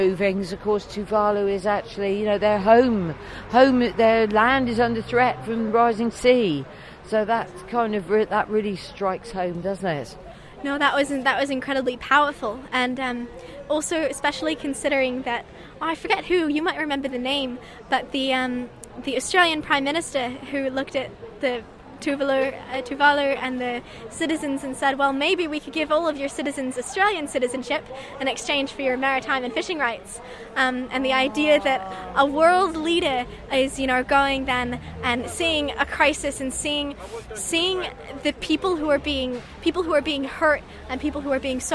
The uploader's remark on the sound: Live from school strike